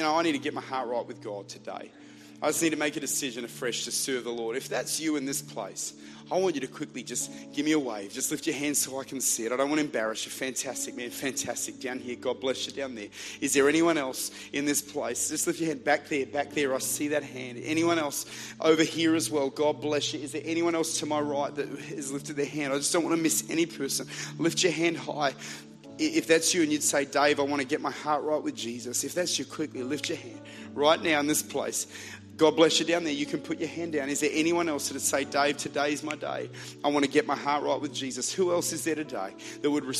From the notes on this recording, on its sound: Recorded at Bridge Church, Melbourne.